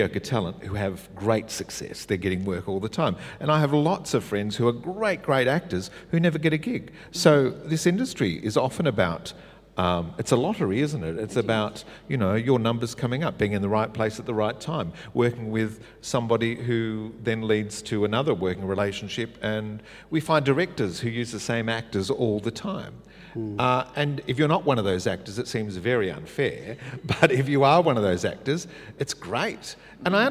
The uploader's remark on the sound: This was our first attempt at doing a podcast LIVE!! Whether I could keep the style of conversation going in front of an audience. It was great to feel the vibe in the Great Hall.